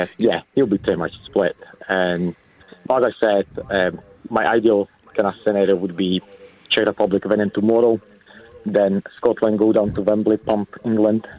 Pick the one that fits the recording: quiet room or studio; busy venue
busy venue